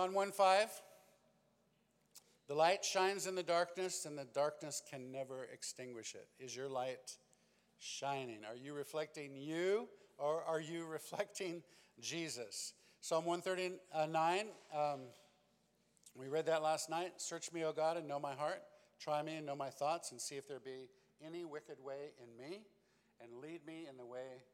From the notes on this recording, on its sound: This special episode is a recording of our Second & Final Night Session at Immerse Weekend 2022.